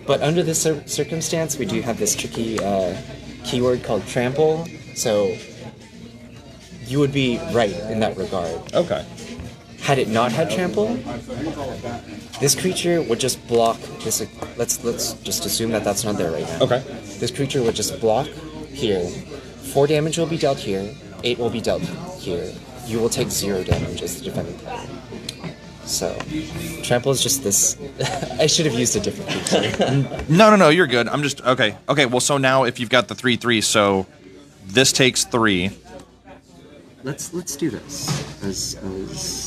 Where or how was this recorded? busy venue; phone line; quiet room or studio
busy venue